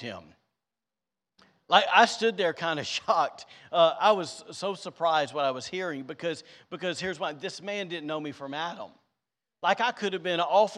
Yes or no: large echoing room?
yes